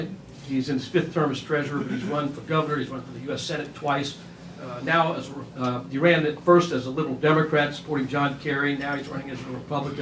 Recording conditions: busy venue